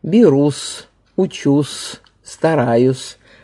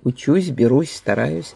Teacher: в Москве произносили твердый согласный «берусь», «учусь», «стараюсь», а в Петербурге мягкий «учусь», «берусь», «стараюсь». Да, второй петербургский вариант, вторая возможность произнесения только мягкого согласного победила.